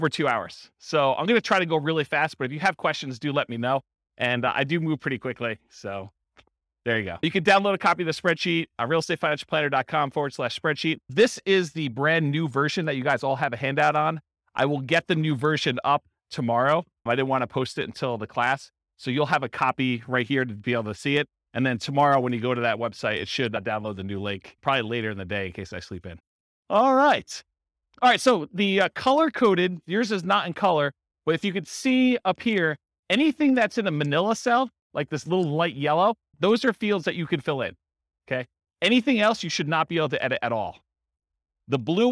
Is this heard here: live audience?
yes